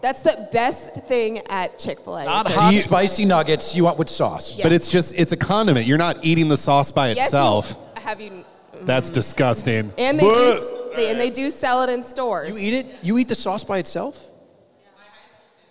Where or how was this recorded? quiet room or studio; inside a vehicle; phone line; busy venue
busy venue